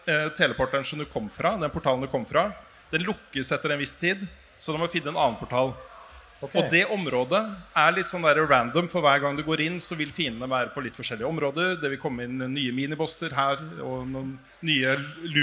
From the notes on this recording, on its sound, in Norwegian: Vi gikk LIVE under Oslo Byfestival på Youngstorget i Oslo